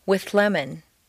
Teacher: see how the TH moves back and the L moves forward to meet in a new middle position · Term: composite sound